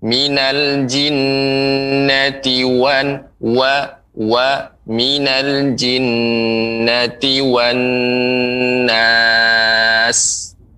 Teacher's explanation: Kemudian pengucapan wa, wan, dia dimonyokkan bibirnya.